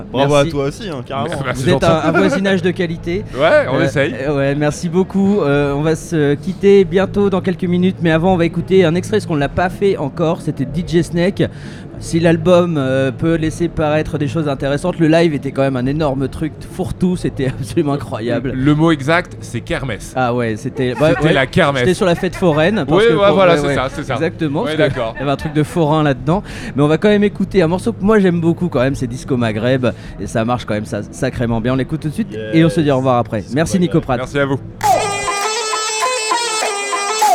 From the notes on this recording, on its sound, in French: En direct de l’espace presse du Festival Beauregard 2022 à Hérouville-Saint-Clair (14) avec les radios associatives musicales en Normandie de L’amusicale.